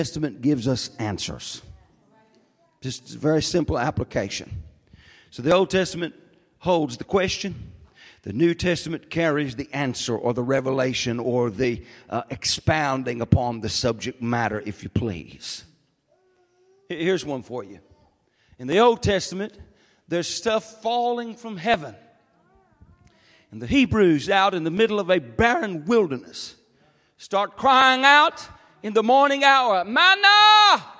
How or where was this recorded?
large echoing room